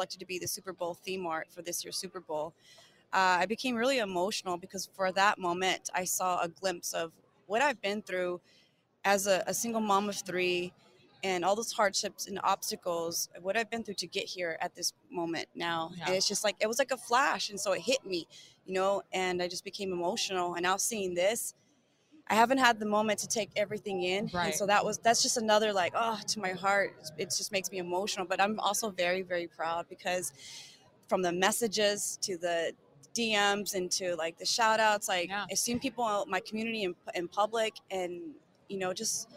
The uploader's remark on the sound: live from Super Bowl LVII Radio Row